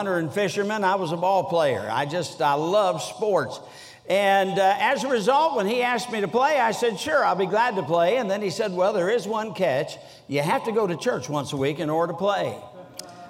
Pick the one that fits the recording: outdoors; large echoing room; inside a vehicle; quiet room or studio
large echoing room